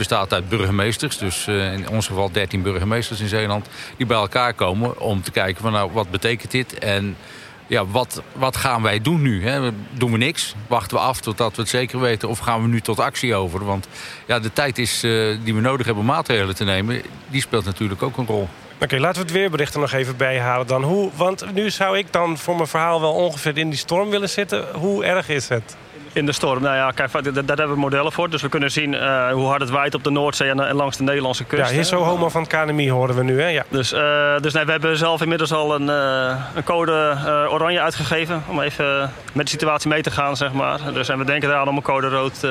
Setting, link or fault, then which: setting, busy venue